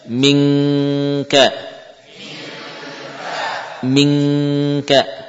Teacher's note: Kalau yang ditemui adalah kaf, maka lidah yang belakang menempel. · Term: ikhfa